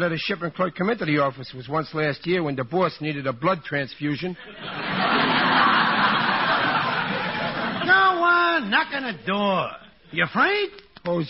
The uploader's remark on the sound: howls of laughter and applause from surprised audience members